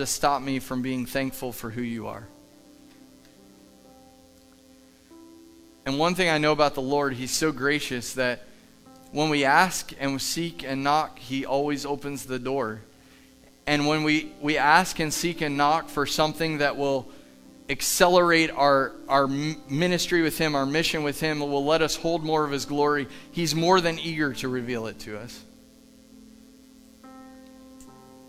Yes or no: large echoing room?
yes